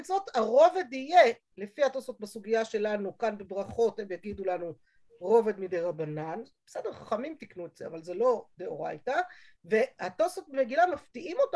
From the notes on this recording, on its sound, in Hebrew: השיעור הועבר והוקלט בזום